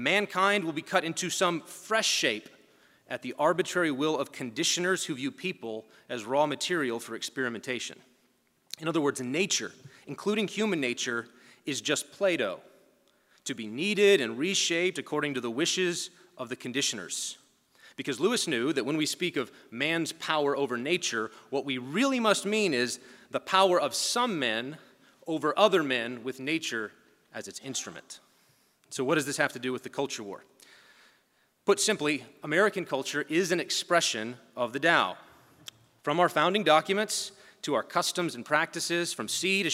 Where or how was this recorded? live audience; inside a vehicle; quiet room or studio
live audience